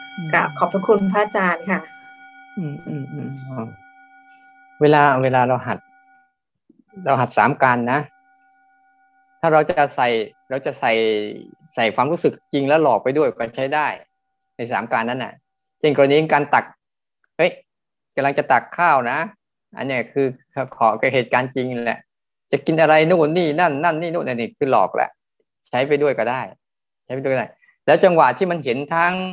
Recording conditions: video call